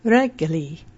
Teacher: The soft emphasis on the first syllable, the stickiness of the double G